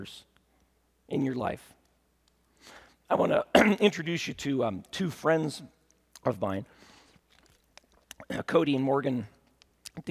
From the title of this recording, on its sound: at Timberline Church